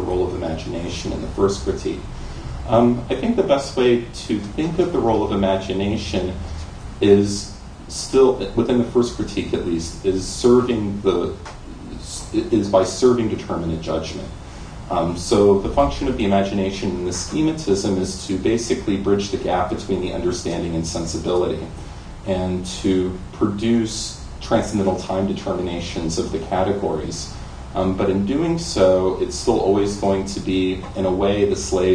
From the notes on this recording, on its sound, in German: Diskussion zum Vortrag.